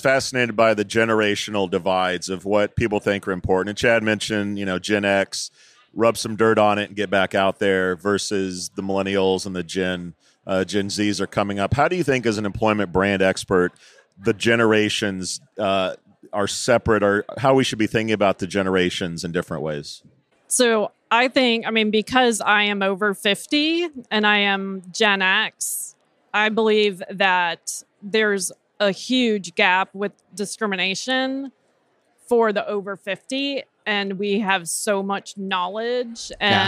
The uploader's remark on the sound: Live from TA Week at the Qualifi booth